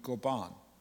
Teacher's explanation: There's a word in Hebrew, goban. Stresses on the second syllable, goban. It means to bring near.